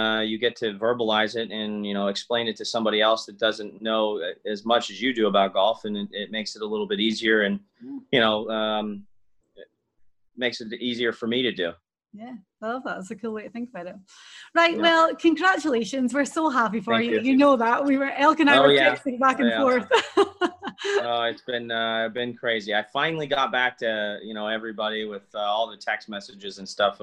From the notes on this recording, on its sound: The Zoom-video of the interview is here.